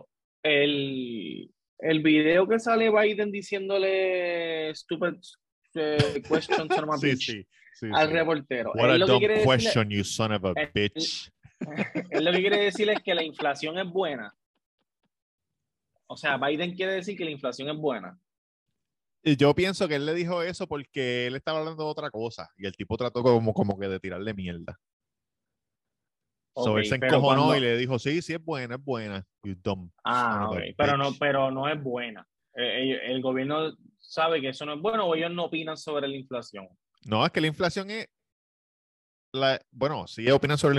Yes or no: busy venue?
no